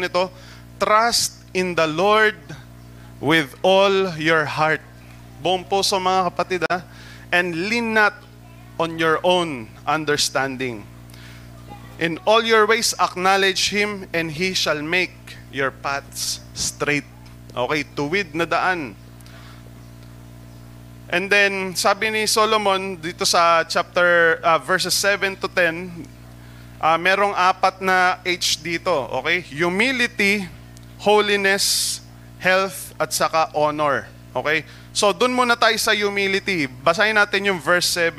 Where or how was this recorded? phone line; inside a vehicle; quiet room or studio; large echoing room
large echoing room